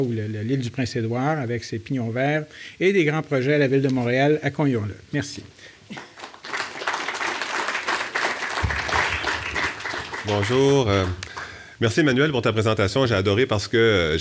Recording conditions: live audience